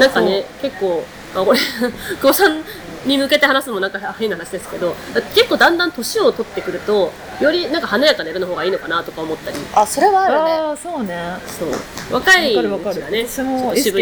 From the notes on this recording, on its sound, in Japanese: 結婚式直後に式場収録